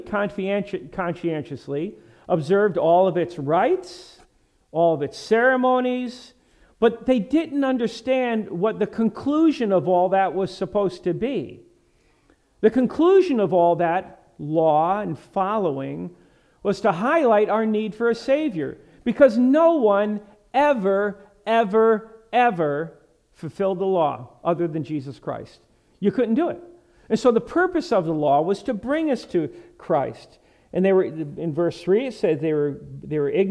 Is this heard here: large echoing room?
yes